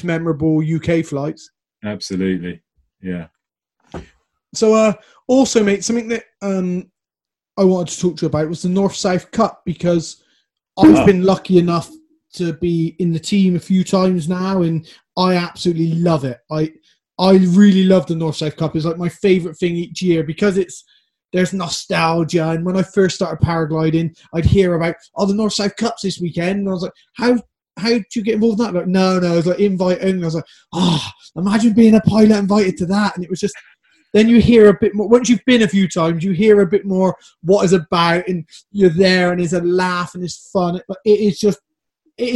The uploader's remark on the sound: zoom talk for the Avon Hang Gliding club